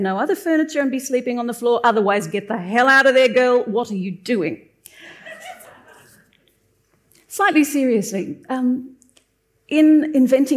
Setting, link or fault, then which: setting, live audience